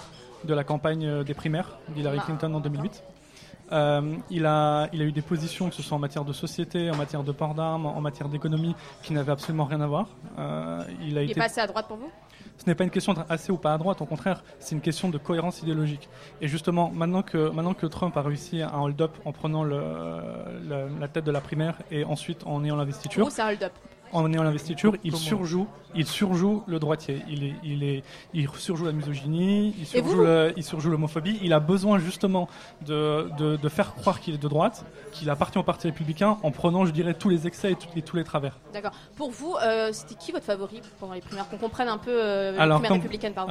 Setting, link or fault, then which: setting, live audience